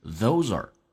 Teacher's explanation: Those 跟 are 有一个连音。are 在加速弱化成一个儿化音。